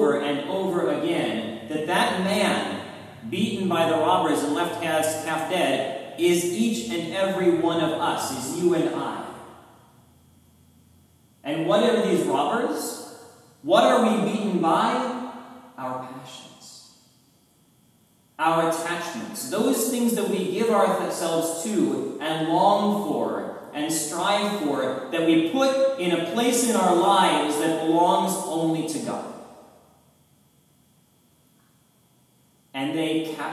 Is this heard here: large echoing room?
yes